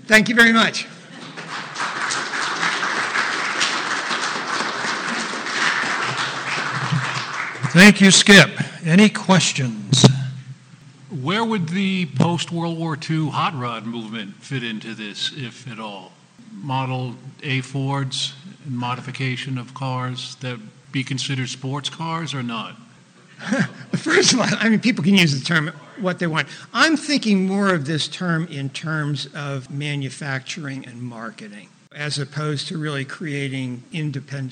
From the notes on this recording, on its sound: was recorded in front of a live studio audience